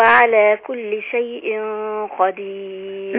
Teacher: فخمت الغنة لان الغنة بتتبع الحرف اللي بعدها